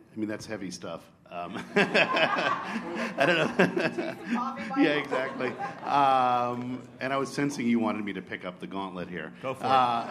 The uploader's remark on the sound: an audio recording of the TVOT NYC 2013 session